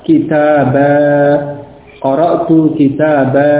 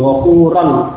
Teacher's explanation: Walaisa bit tanwini, dan bukan pada tanwinnya. Jadi kalau fathah tanwin di akhir kalimat dibaca berhenti, dibaca waqaf, maka yang dibaca adalah alifnya. · Shown in: first take